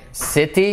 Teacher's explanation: Todas las I's cortas como una E. La T como una R suave. City, no, se convierte en city.